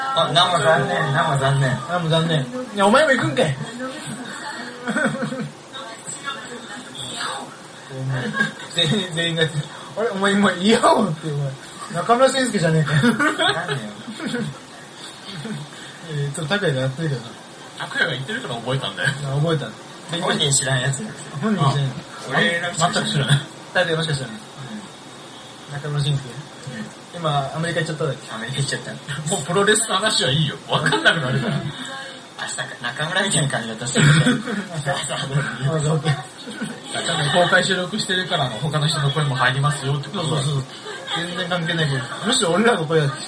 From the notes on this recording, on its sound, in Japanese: 飲みながらの収録なのでやかましかですばい